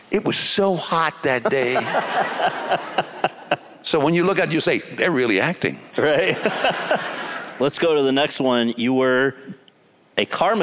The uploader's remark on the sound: In front of an audience at the Boulder International Film Festival